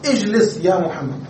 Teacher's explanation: فنقول اجلس. هذه الألف ألف الوصل هذه إذا كانت في أول الكلام نطقناها نقول اجلس يا محمد، اجلس بنطق الهمزة هكذا. · Term: همزة الوصل